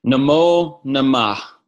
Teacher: Ah before a voiced sound becomes o. So namo namah, reverence, reverence. · Term: visarga sandhi